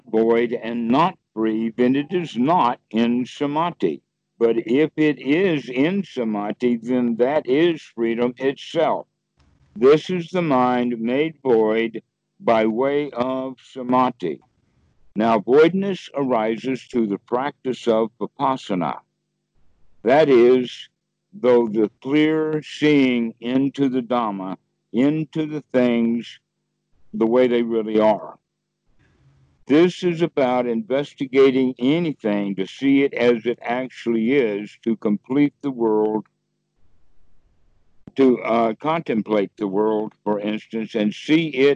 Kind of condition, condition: link, video call